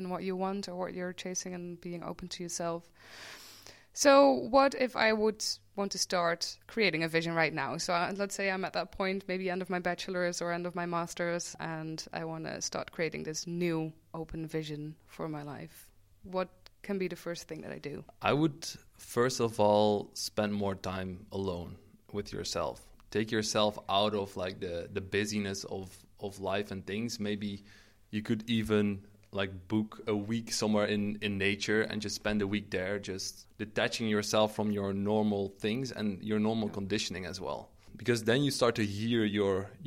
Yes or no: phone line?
no